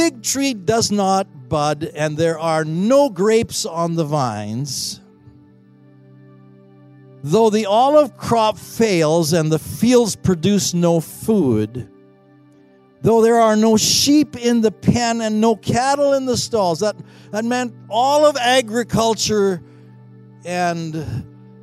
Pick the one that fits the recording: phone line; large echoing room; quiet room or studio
large echoing room